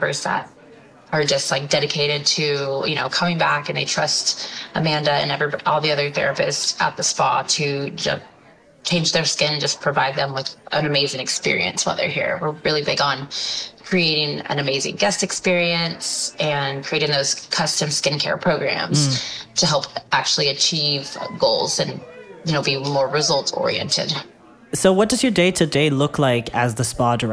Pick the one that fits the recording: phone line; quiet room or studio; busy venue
busy venue